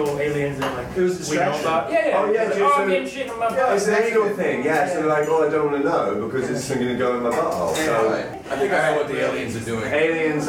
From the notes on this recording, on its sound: Live From Tokyo. A very lively live round table from 042 Union Kokubunji.